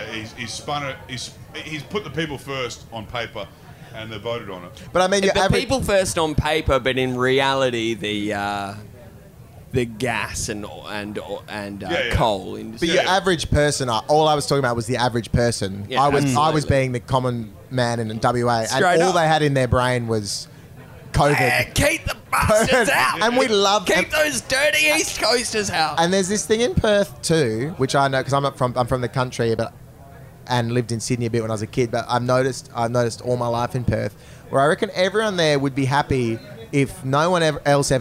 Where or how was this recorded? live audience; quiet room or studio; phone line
live audience